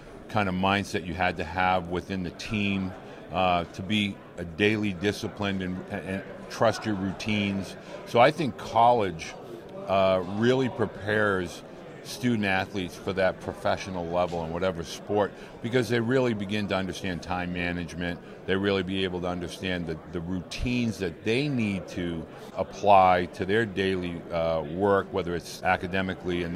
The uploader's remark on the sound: Last week, we set up shop on podcast row at the 80th annual American Baseball Coaches Association Conference in Dallas.